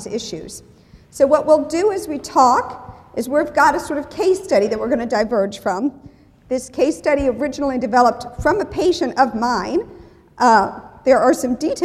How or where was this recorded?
live audience